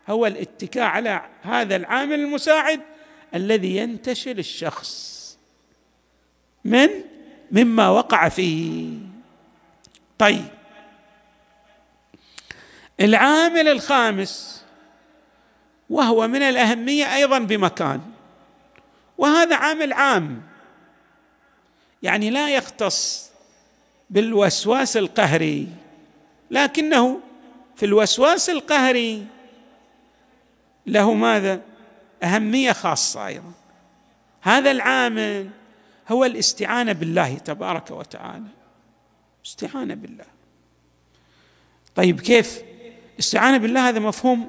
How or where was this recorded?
large echoing room